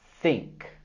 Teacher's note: Tenemos el sonido TH mudo en la palabra think.